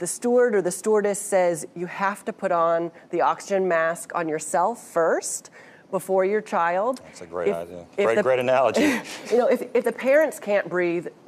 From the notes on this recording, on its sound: Panel discussion was recorded with a live studio audience.